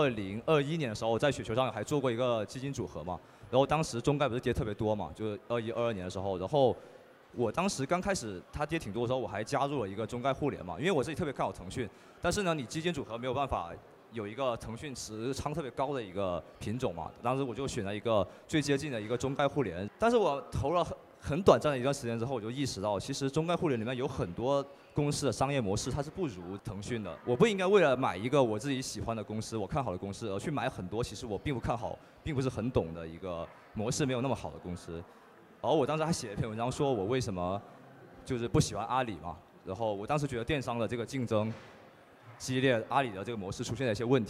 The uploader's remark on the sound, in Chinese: 2023雪球嘉年华之旅。雪球嘉年华第二现场对谈。